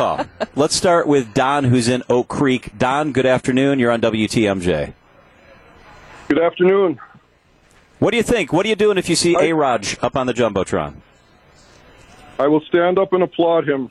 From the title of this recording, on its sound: Live From MECCA Sports Bar & Grill